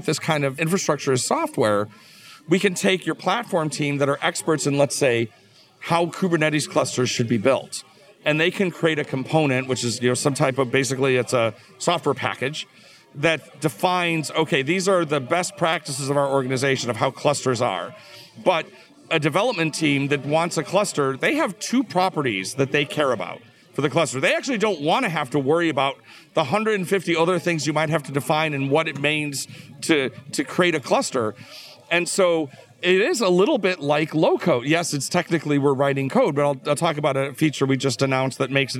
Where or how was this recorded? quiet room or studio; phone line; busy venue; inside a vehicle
busy venue